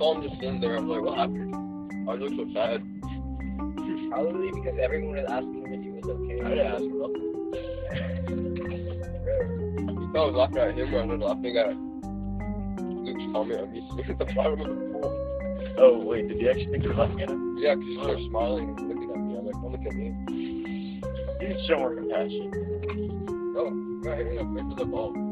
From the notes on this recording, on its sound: All caught on hd, flip phone audio.